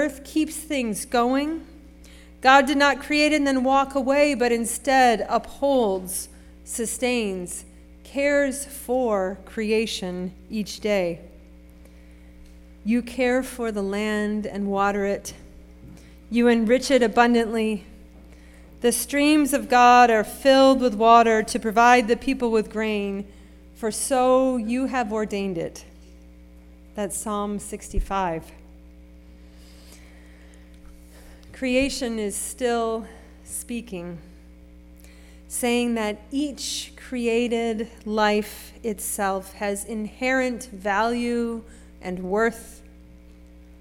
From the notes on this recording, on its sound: Sermon preached at RCHP on March 12, 2023.